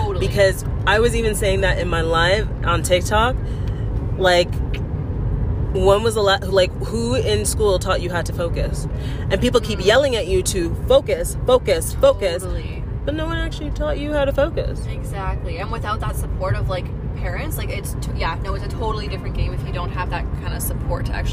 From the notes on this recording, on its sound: POV: Driving to Calgary, coming back from our camping trip in Kananaskis.